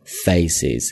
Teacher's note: Face 中间的 a 是一个双元音，嘴角往两边张开